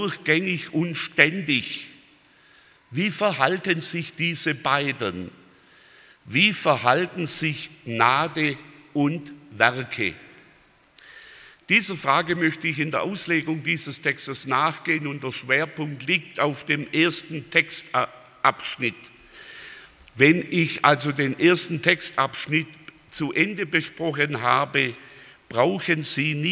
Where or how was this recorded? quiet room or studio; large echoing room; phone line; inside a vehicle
large echoing room